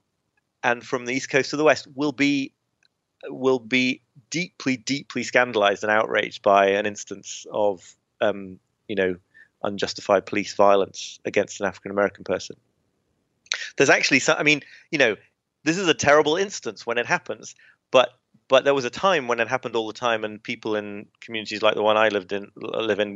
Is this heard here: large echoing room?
no